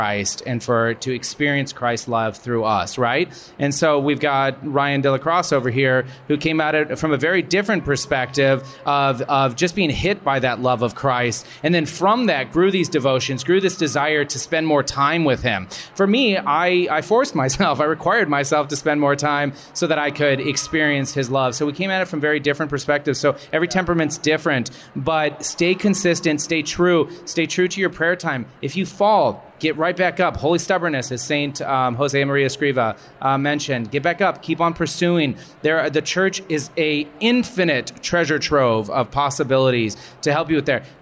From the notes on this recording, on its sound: We have a special episode of The Catholic Gentleman recorded in front of a live audience at SEEK 2023 with The Catholic Talk Show.